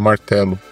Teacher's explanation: a gente tem uma tendência aqui no Brasil a transformar o O em som de U, que no exemplo a gente vê a palavra martelo.